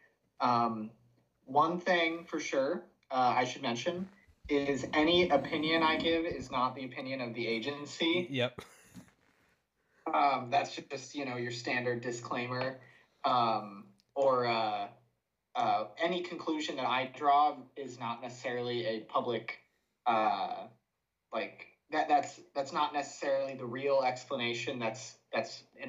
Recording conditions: poor sound quality